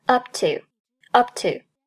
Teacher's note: up 和辅音开头的 to 在一起，up 爆破音，噗，失去爆破，不读作 upto，而是 upto，upto。You look up to the light and you feel